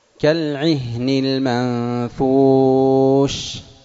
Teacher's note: الشين تتبين واضحة، ليست محبوسة مثل الدال، مثل القاف، مثل الطاء. فلذلك عند النطق بالحرف الساكن غير قطب جد لا تقلقل، لا تفك، أبقها محبوسة إلى أن تصل إلى الحرف الثاني.